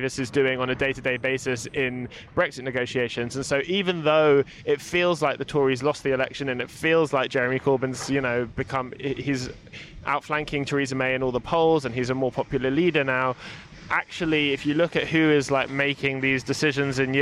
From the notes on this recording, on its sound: Join us outside the VICE office for a big bag of cans.